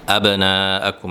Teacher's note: এ বায়ের উপরে সুকুন, তাহলে এখানে কালকালা হবে।